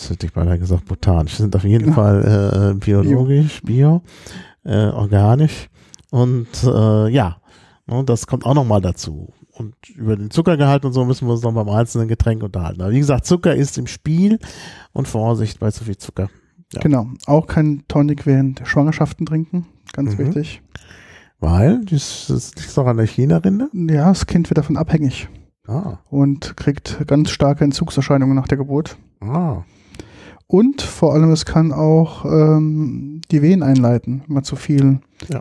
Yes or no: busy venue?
no